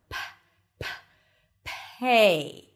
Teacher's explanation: aspirated in American English when it appears at the beginning of the word or at the beginning of a stressed syllable · IPA: pʰeɪ